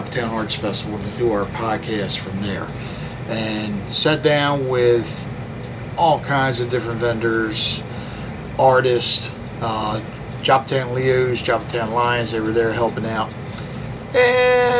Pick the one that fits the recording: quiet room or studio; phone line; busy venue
busy venue